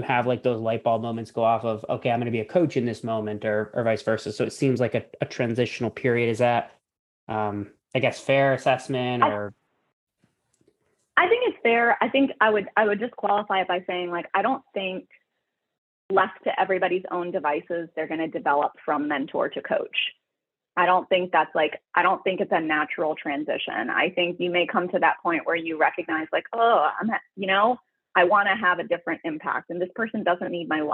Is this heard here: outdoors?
no